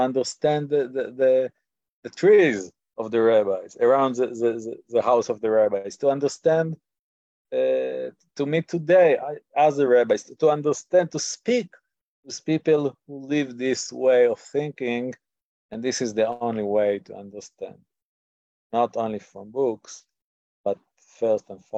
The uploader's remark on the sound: In this online class. This audio was originally captured from Zoom.